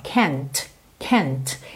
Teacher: esse T, ele tem aquele arzinho que sobra, ó, can't, can't.